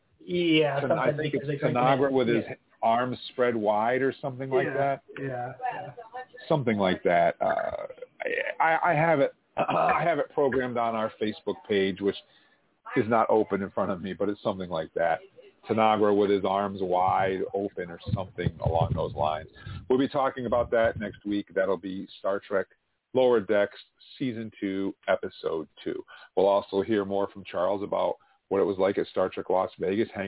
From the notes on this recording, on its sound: LIVE FROM LAS VEGAS. We are broadcasting LIVE from Star Trek 55 year mission at the RIO All-Suites Hotel and Casino, Las Vegas!